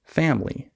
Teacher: Just don't say the middle syllable. It's just family. · Term: skipped syllables